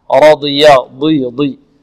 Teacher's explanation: رضي الراء مفخمة والضاد مفخمة